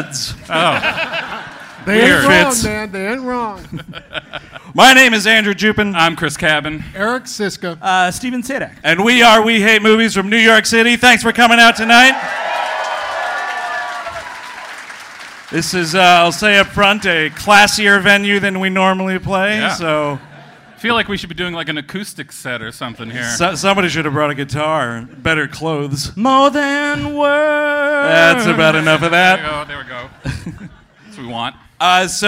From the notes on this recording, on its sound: Recorded live at City Winery in Chicago, IL.